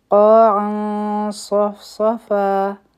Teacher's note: قا دا هم غټ حرف دی او دوه حرکا به راکاږو. په عین باندې تنوین دی، مخکې صاد راغی نو دلته به اخفا کو، نو دا به شي قاعا صفصفا، او دا به هیوی اخفاوي ځکه چې صاد غټ حرف دی.